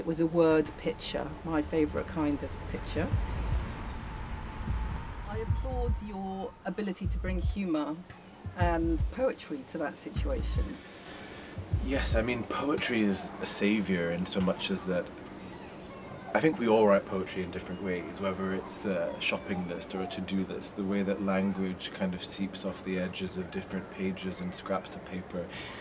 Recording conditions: outdoors